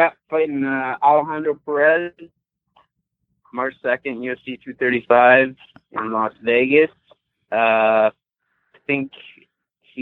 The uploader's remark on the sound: We have on the phone